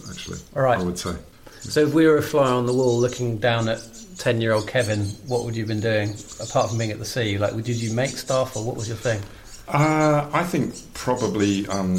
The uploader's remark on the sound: (and some rather sweet special guests) on location at one of his current projects in the verdant countryside of East Sussex.